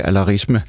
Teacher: vi har et R inde i ordet, et R mellem vokaler, og så bliver det meget nemt afsvækket til et ikke særlig tydeligt R